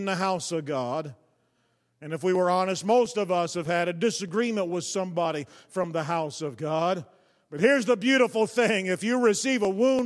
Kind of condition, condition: setting, large echoing room